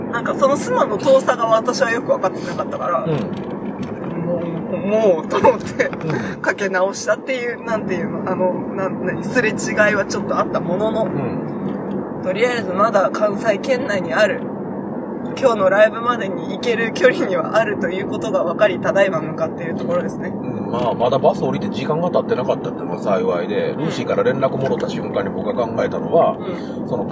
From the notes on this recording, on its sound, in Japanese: 走行中の車内からお届けします！